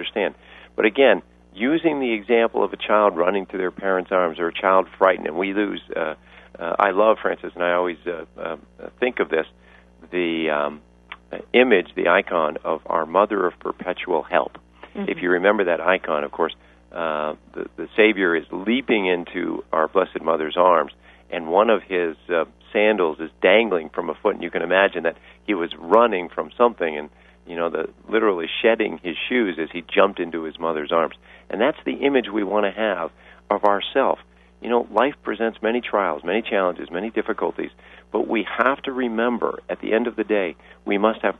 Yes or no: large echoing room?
no